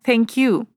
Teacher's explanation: Например, если вас благодарят за принятое приглашение и говорят «thank you», с ударением на you